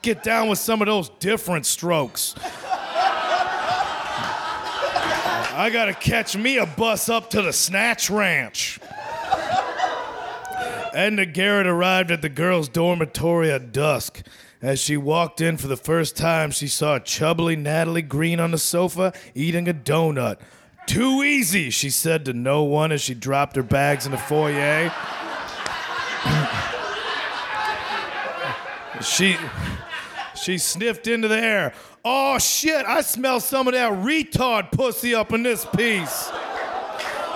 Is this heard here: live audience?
yes